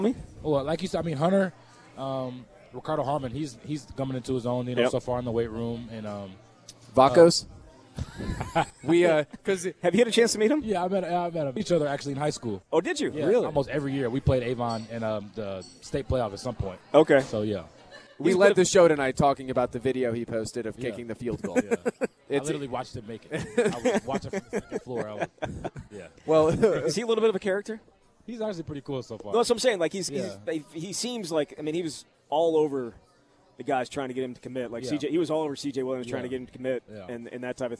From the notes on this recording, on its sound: live from Monk's in Sun Prairie